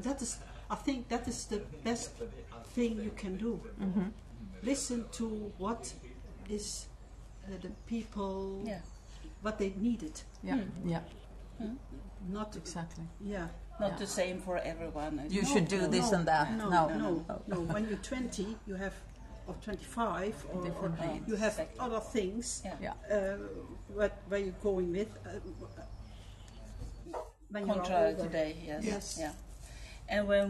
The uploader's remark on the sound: Live from Selånger Pilgrimcenter